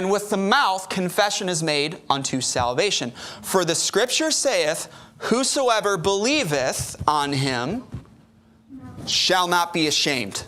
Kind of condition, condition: setting, large echoing room